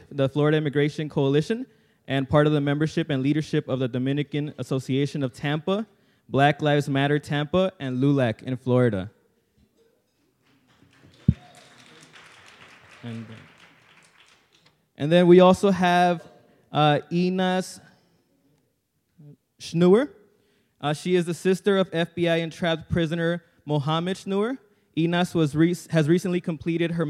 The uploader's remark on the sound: Plenary at DWN's 2016 conference